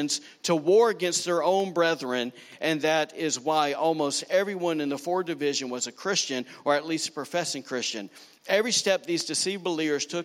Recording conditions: large echoing room